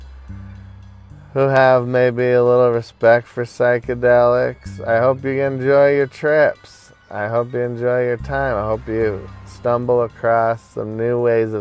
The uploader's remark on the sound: hanging out in my car today